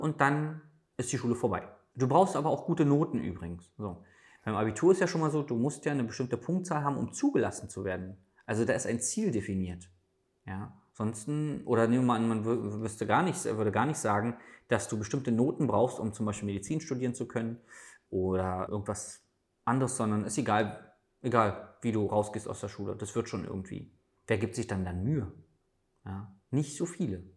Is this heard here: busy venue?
no